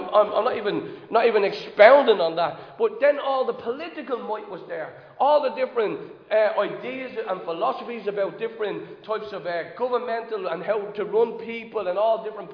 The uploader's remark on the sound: Recorded live in Liberty Church on 9 October 2022.